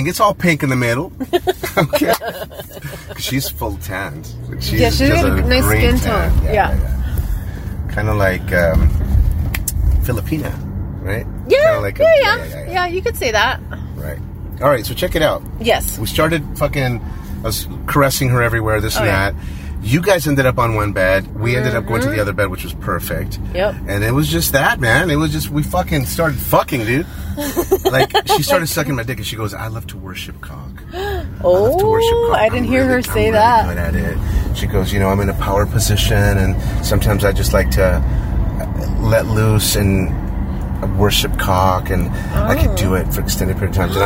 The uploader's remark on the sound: We recorded this episode in the car on the way to the date & afterward.